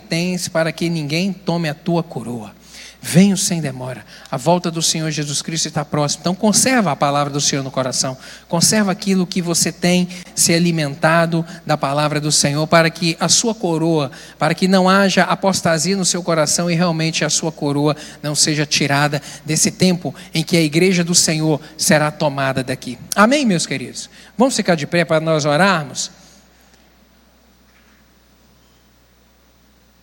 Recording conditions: large echoing room